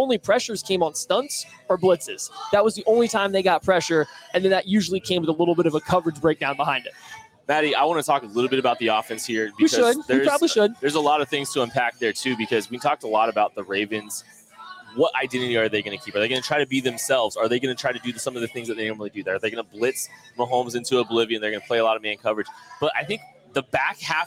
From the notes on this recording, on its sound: KCSN Live Postgame Show. Live from The Bullpen Bar and Grill on 135th.